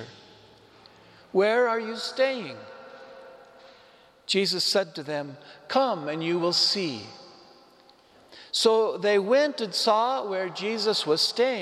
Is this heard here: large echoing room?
yes